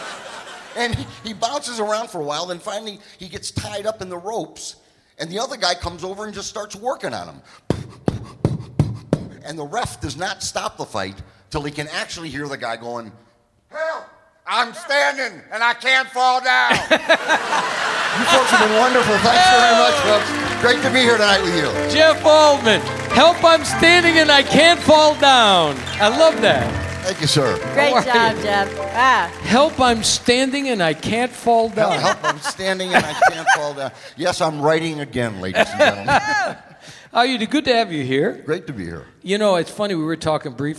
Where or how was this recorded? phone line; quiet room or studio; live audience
live audience